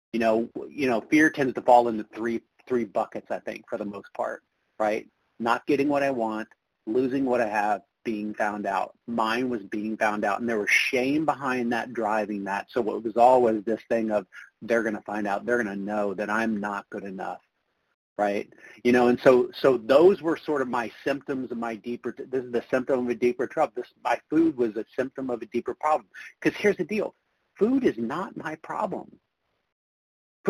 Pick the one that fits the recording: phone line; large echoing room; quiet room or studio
phone line